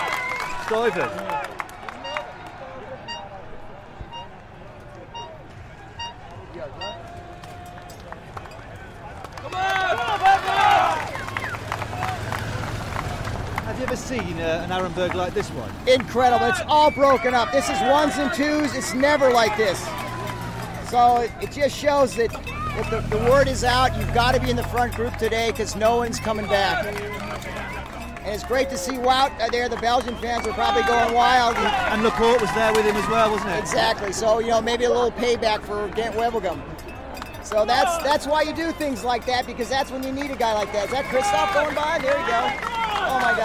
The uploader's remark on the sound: This episode of Service Course was recorded on location at the Hell of the North. Two breathtaking races at Paris-Roubaix.